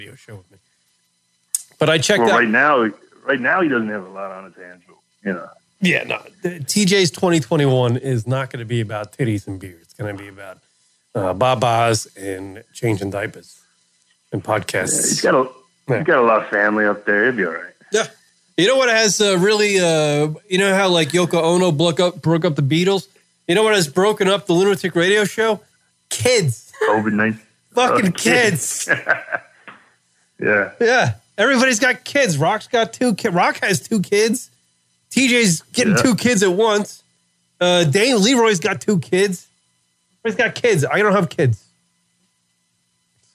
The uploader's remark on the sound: joins us on the phones